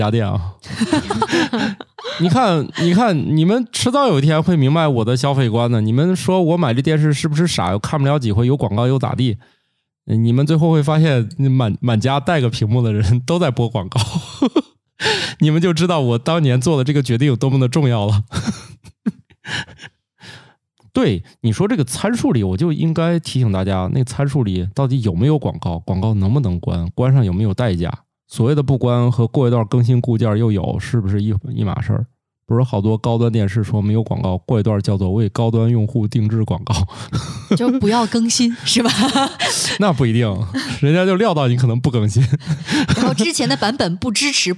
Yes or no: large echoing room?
no